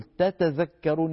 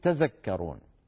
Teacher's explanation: توالي المثلين، يعني تاتا الحرف نفسه يتكرر مرتين فيستثقل العرب ذلك، فمنهم من كان يحذف إحدى التائين · Shown in: second take